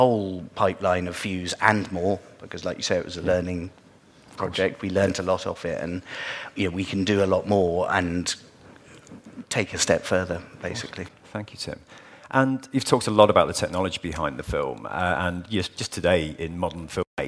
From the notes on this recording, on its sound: a stand alone episode we recorded 'live' from this year's FMX conference in Stuttgart, Germany.